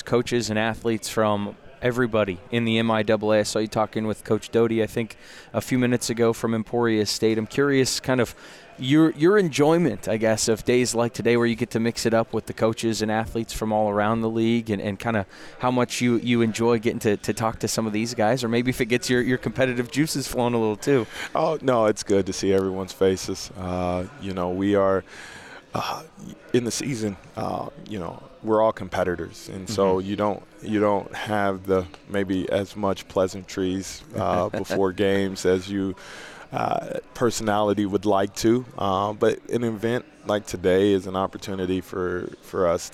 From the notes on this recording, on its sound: LIVE from MIAA Basketball Media Day in Kansas City!